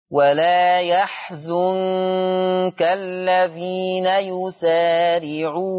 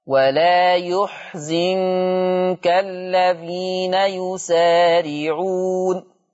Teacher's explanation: قرأ حفص بفتح الياء يا وبضم الزاي زو فيقرأ ولا يحزنك الذين يسارعون · Shown in: first take